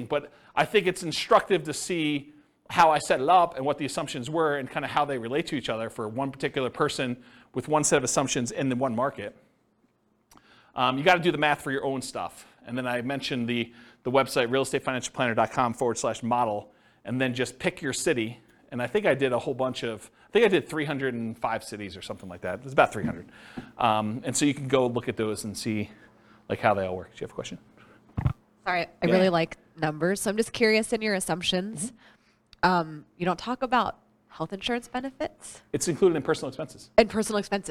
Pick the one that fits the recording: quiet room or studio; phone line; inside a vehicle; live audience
live audience